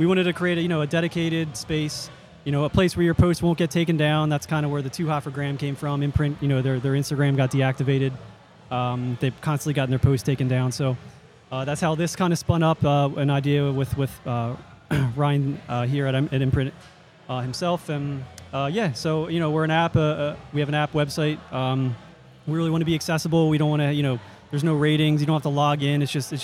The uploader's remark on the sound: Stupid Questions at Too Hot For Gram. For this episode we headed out to Imprint Beer Company for the Beerscovery Too Hot For Gram festival to ask brewers stupid questions.